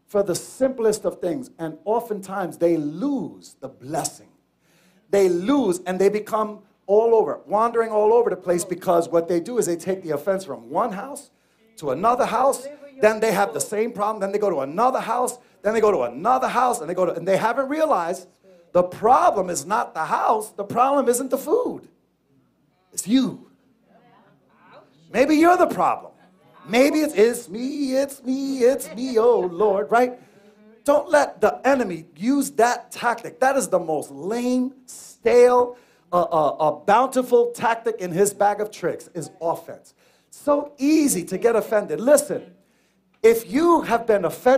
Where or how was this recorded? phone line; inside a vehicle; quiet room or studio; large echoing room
large echoing room